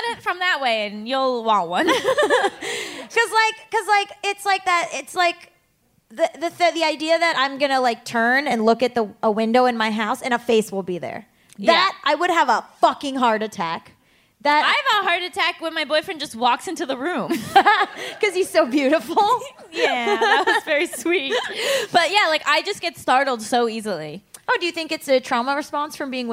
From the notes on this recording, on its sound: Straight from Philadelphia comes the first LIVE recording of Just Between Us! Riled up by the audience.